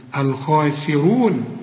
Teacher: يا سلام لو تطلع السين دي سين كده مكسورة كده، عالي قوي الخاء، الخاء عالي قوي، أول درجات التفخيم، شوف، وبعدين السين رؤيئة قوي ومكسورة أكثر رقة، الخاسين، الخاسرون، وبعدين الراء ثالث درجات التفخيم، الراء المضمومة